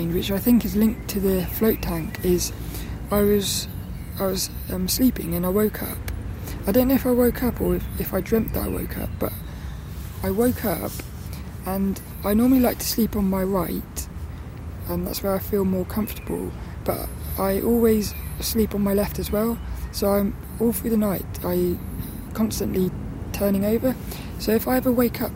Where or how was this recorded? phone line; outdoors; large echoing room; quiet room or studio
outdoors